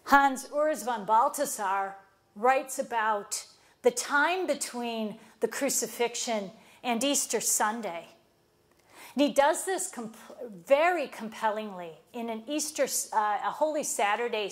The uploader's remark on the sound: lectures at Moreau Seminary, Notre Dame, IN, on September 22, 2016.